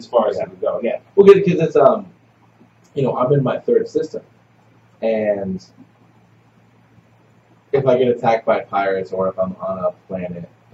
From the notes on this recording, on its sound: Audio is a little off, I'm sorry - I fixed it the best I could